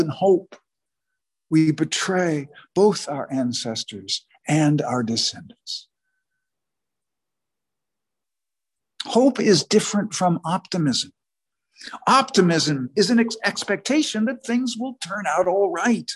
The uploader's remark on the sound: sermon was delivered on Sunday, November 14, 2021 at the Unitarian Universalist Congregation in Andover